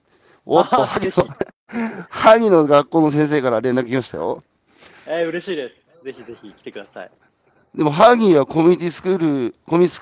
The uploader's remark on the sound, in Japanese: 歩くラジオ。歩きながら1時間、対談する。